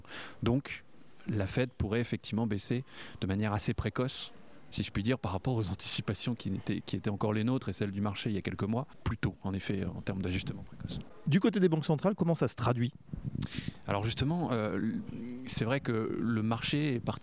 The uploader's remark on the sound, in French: Enregistré le jeudi 18 janvier 2024 lors de la conférence annuelle d’Ecofi